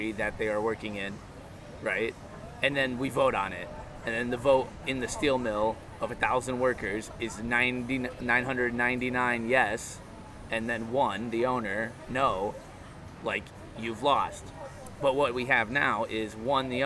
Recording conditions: wind noise